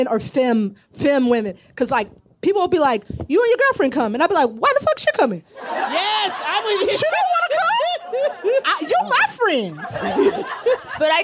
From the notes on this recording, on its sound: put on our first live show since the start of the Pandemmy™, OUTSIDE at Permanent Records Roadhouse